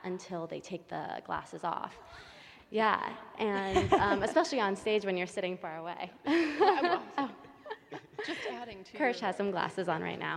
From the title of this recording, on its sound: LIVE from San Francisco Ballet’s Unbound Festival